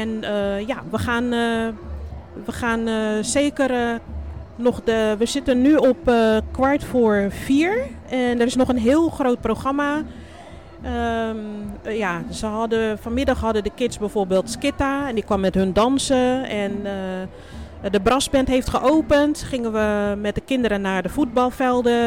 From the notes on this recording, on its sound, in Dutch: Mediateam Against Violence heeft een podcast opgenomen bij het Dance Festival.